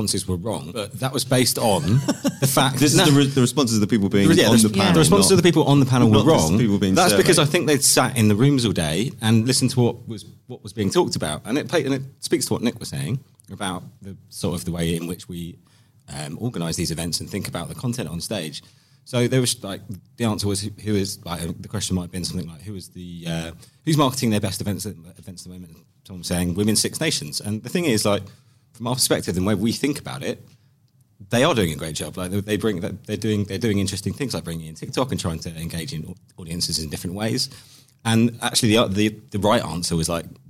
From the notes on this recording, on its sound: are joined by a series of guests at SportsPro Live 2022, an in-person return for the flagship conference